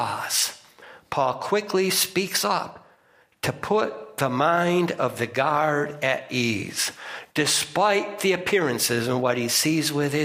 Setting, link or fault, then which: setting, large echoing room